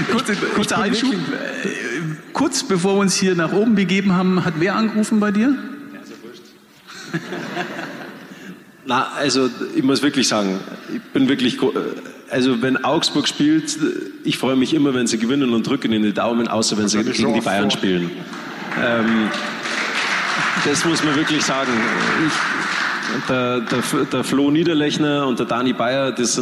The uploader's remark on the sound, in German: bei unserer Veranstaltungsreihe "Augsburger Allgemeine Live" im Kleinen Goldenen Saal in Augsburg